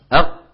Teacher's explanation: ساكنة غير مقلقلة وأخرجناها بالتصادم